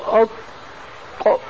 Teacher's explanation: الطاء ليس فيها استطالة